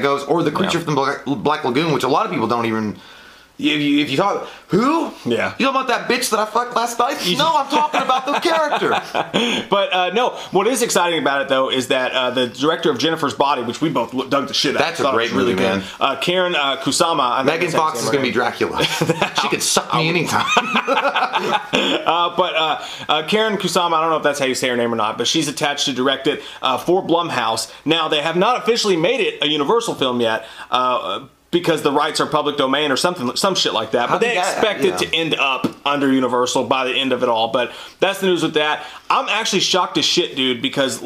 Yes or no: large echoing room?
no